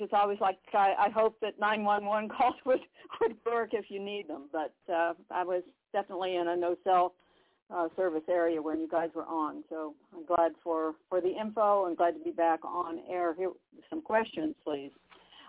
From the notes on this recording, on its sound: TNTSuperfantastic Conference Call.